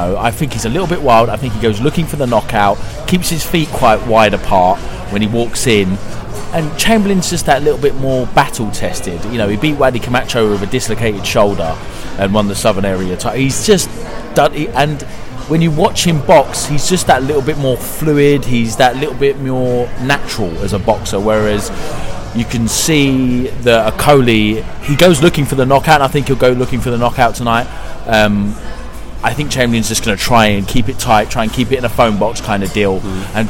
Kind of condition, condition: setting, busy venue